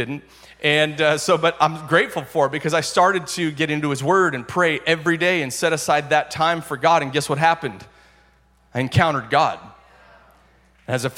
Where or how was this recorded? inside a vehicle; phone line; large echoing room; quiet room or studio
large echoing room